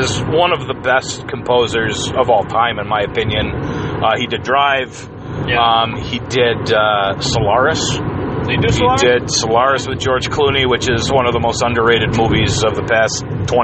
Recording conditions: inside a vehicle